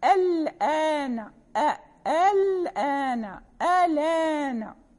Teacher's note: ولكن الذي فيه الاستثناء هو الثاني الآن آلان، لأنه ينقل الحركة، حركة الهمزة انتقلت إلى اللام فصارت اللام مفتوحة